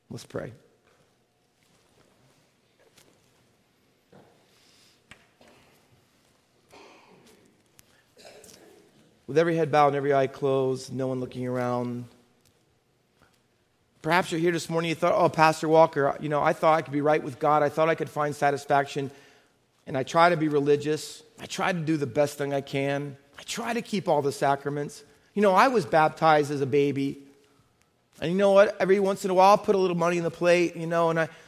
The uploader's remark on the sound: Faith Baptist Church in Hamilton, NJ.